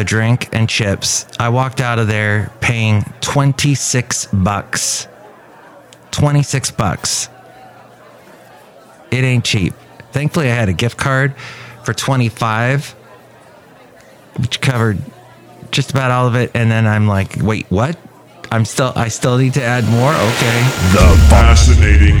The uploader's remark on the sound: podcasts live from Café Anyway